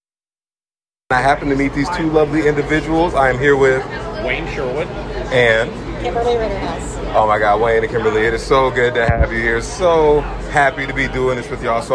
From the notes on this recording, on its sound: NCSC Conference. He had the pleasure of interviewing genuine individuals at the biggest charter school conference in the nation.